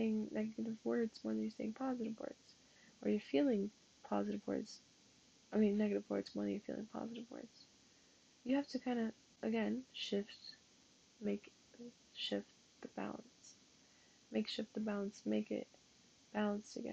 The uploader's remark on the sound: Pardon the sound on this